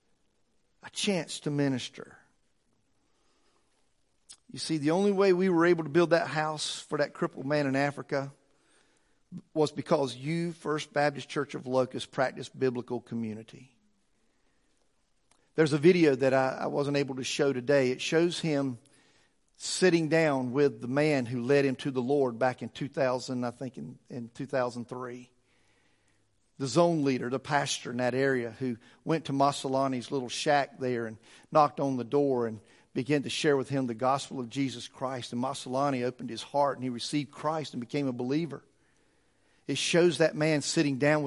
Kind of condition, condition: setting, large echoing room